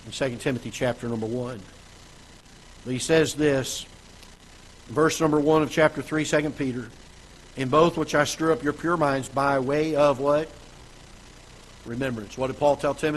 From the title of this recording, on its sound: Ketha Heights Baptist Church ~ Live Broadcast